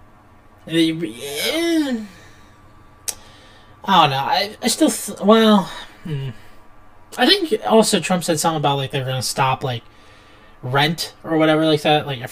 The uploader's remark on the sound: MESSED UP AUDIO. Sorry for the audio being all reverb-y.